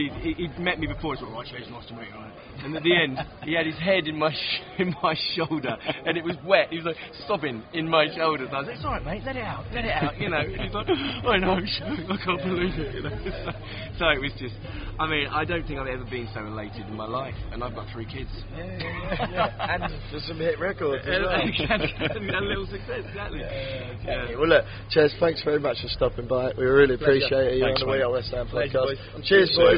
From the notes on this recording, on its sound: LIVE FROM PRAGUE. Met up in the middle of Prague the day after to record this episode.